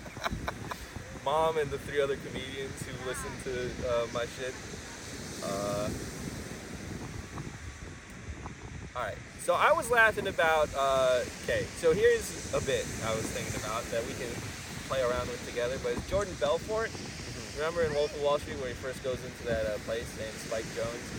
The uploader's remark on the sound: enjoy the sounds of the ocean